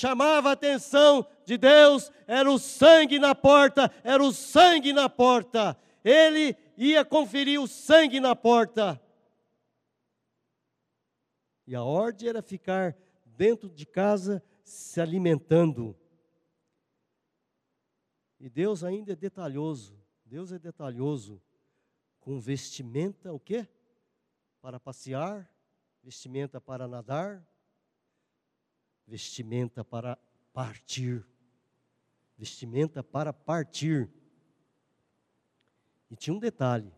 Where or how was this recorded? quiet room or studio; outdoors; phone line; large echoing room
large echoing room